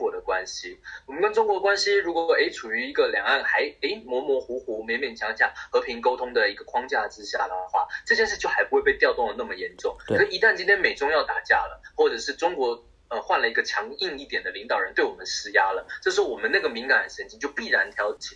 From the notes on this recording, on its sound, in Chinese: 抱歉由於越洋訪問所以今天收音出了問題